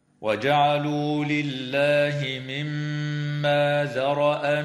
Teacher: تغن الميم المشددة في كلمة مما بمقدار حركتين